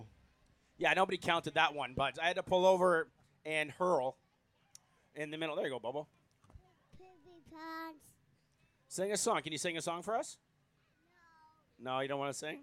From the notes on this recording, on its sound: Live From Gopher Dunes. Go live (live to tape, anyways) from the GDR rig.